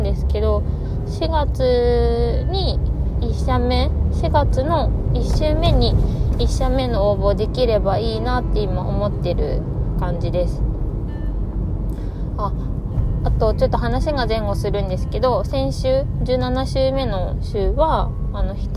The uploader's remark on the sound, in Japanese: 帰り道の車で録音してます